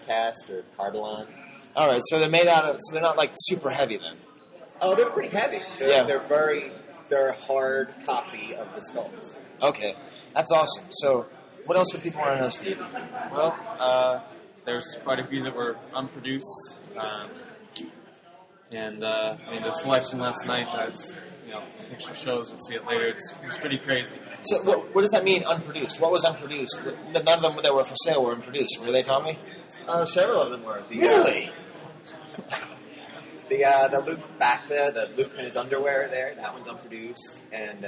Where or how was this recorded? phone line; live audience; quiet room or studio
live audience